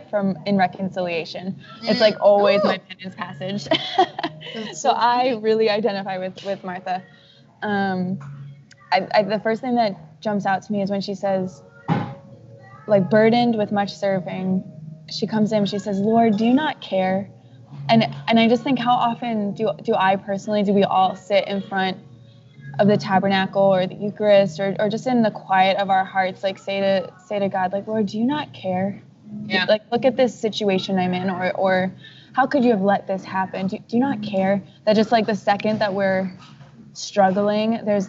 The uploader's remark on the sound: who was in a coffee shop while we were recording, so enjoy the awesome soundtrack in the background